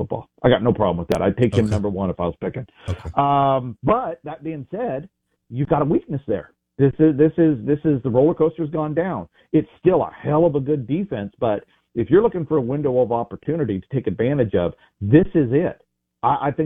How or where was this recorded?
phone line